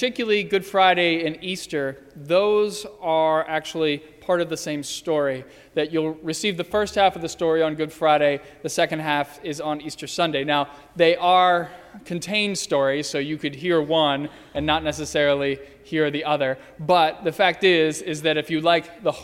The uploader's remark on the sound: During the Heritage service (11:00 am). At First Presbyterian Church of Arlington Heights, Illinois.